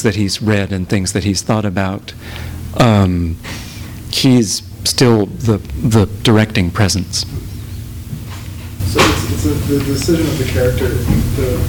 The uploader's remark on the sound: THIS EVENT WAS RECORDED LIVE AT SKYLIGHT BOOKS